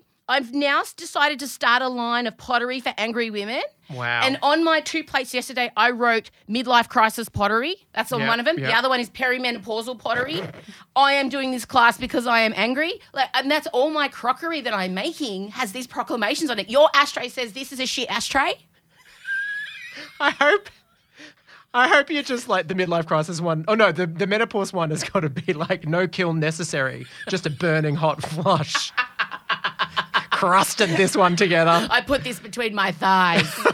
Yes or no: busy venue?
no